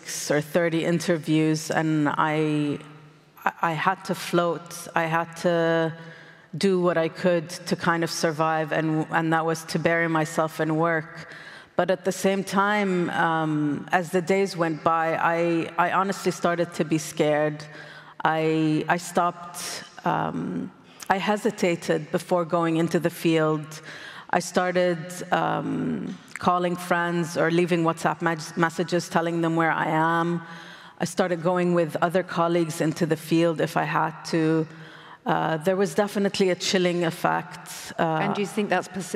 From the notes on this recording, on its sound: Recorded at the 2023 Oslo Freedom Forum.